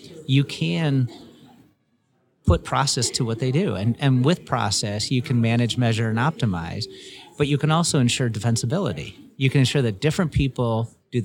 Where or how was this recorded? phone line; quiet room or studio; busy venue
busy venue